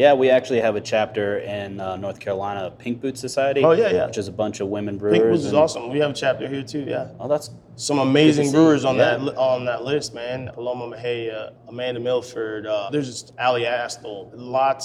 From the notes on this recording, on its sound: grabbed a spot at the bar